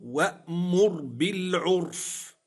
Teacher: الراء ساكنة سكون أصلي وقبلها ضم تفخم